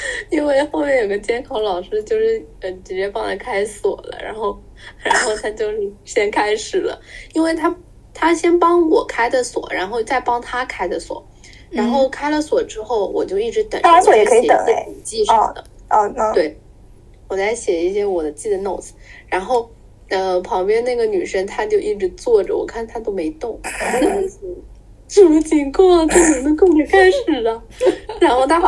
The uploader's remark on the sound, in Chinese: 在线上录制如此的随意（又吃零食，又洗衣服）。精致的呆在隔离酒店。